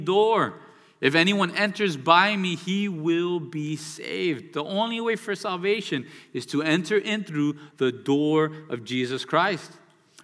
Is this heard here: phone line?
no